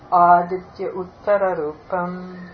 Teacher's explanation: the aditya is a short a, and then a short u begins